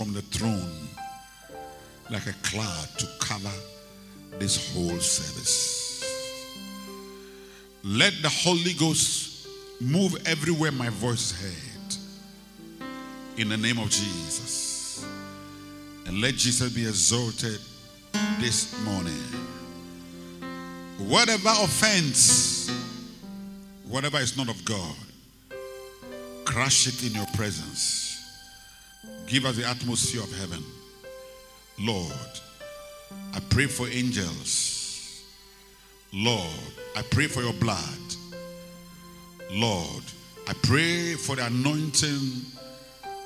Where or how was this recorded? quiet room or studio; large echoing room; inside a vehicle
large echoing room